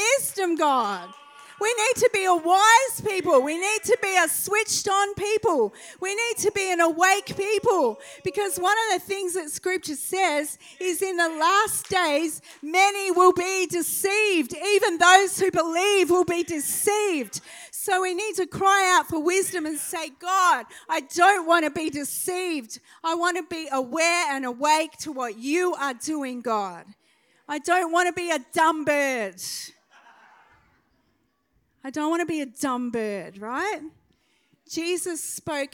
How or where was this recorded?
large echoing room